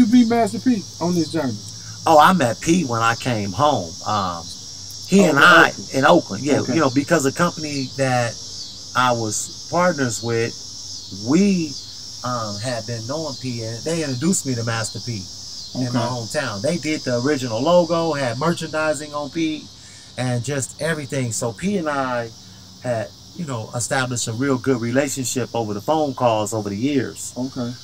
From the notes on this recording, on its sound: Hang Out in the Urban Born Garden